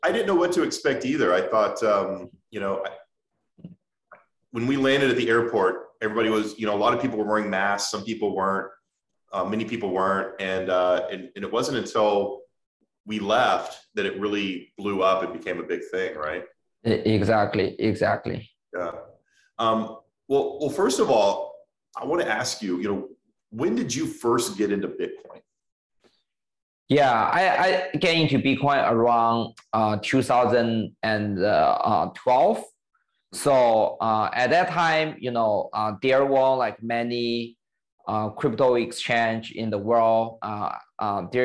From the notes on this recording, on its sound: meet over zoom